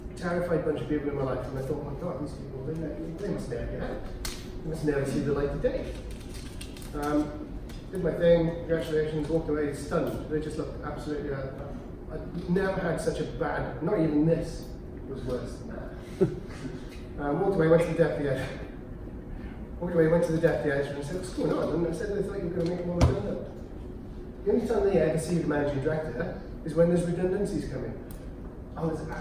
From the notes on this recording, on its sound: Audio of a talk given at the Royal Mint on the role of people in the transformation process for the ION leadership programme at Swansea University.